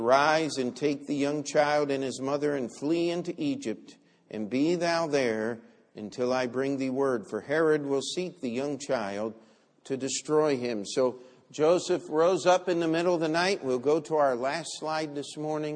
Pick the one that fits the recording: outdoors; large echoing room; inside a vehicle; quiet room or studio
large echoing room